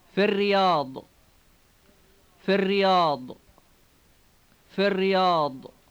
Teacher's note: Notice how the word fi is shortened, and notice the strongly rolled double R sound.